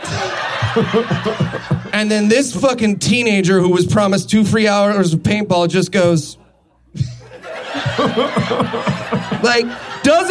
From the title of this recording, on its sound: LIVE from Los Angeles